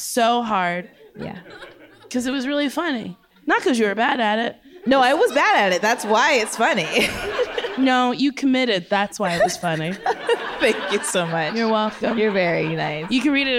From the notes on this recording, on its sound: audience questions